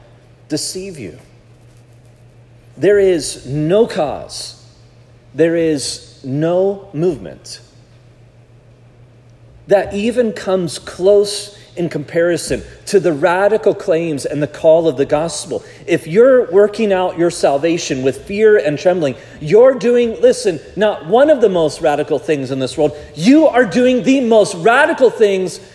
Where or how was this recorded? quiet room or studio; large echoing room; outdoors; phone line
large echoing room